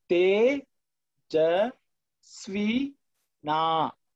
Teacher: Tejas, you go up, Svi, and again you come down to Na. So this line at the bottom indicates that it's sounded at the lower pitch of the three pitches or the accents which we use, okay?